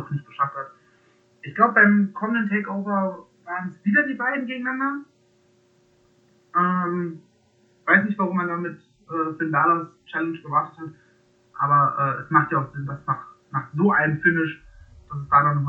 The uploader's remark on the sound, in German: Sorry für die wacke Soundqualität.